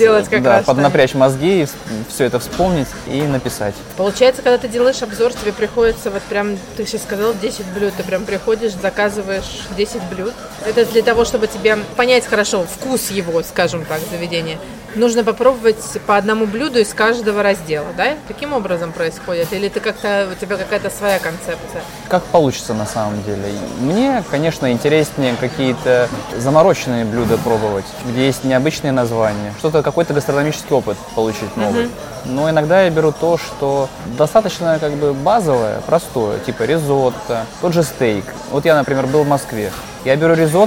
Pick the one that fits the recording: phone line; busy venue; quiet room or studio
busy venue